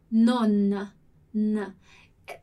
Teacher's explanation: pode até soar um pouco como se tivesse ali um A depois, né? Tipo nona, mas não é, a gente não fala o A